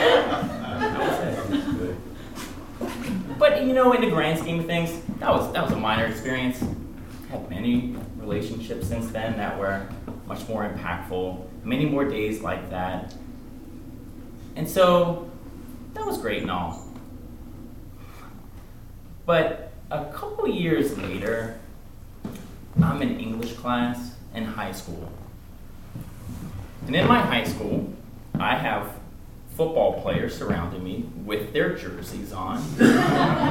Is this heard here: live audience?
yes